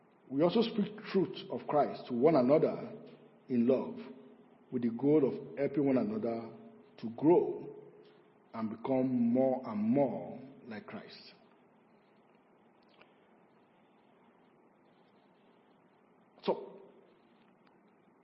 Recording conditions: large echoing room